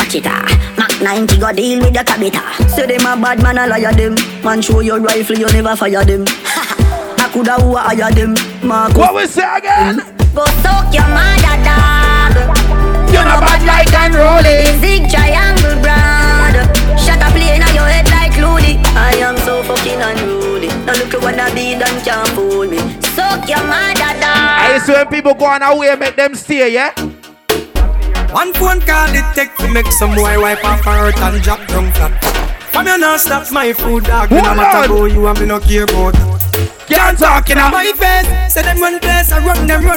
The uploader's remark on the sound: Live At Soca Mazza Grand Canaria Pyjama Lingerie Party. We Got The 2nd To Last Set Of The Event And Went With The Flow.